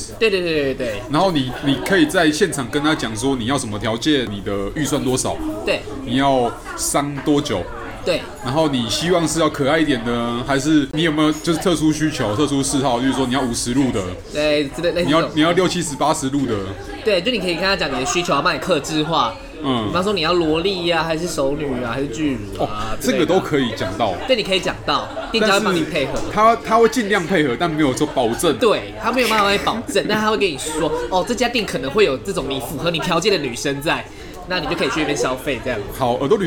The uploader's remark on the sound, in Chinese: 本集白噪音指數：微風級 2/5。錄音地點： 九州鬆餅 Cafe - 台北富錦店。